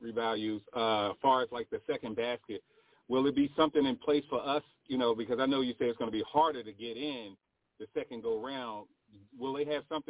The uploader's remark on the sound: TNTSuperfantastic Conference Call.